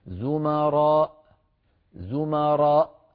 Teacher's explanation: فإذا قفلنا الوترين يخرج بعد الألف همزة ساكنة